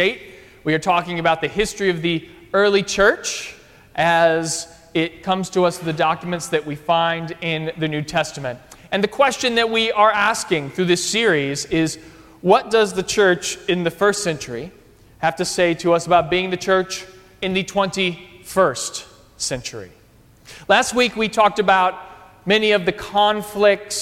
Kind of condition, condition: setting, large echoing room